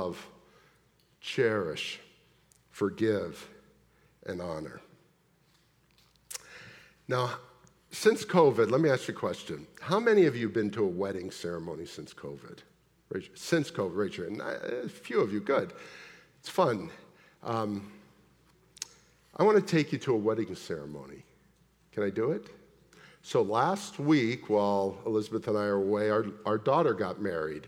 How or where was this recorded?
large echoing room